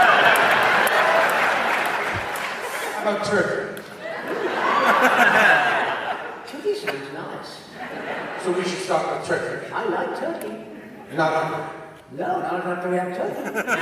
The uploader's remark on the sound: Animaniacs in Concert- San Diego 2019. Some interviews with fans of Animaniacs.